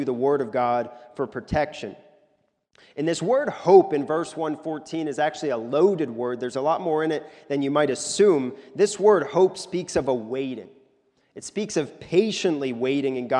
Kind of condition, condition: setting, large echoing room